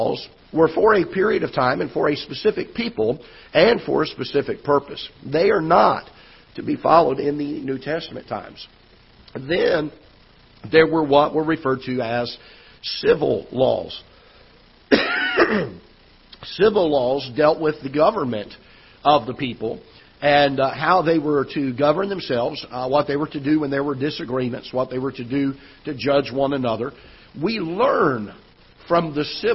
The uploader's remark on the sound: Ketha Heights Baptist Church ~ Live Broadcast